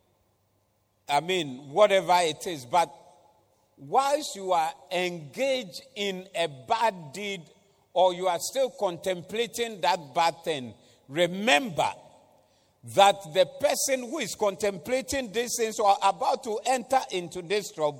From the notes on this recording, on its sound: Preached at the Doxa Service 14082022